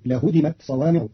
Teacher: قرأ قارون كلمة لهدمت بتخفيف الدال فتصير لهدمت صوامع بتخفيف الدال على أنه فعل ثلاثي مجرد.